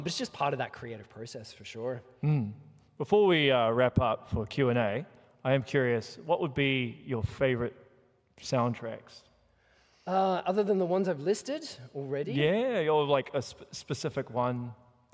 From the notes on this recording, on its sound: Here is the recorded panel I did at PAX 2023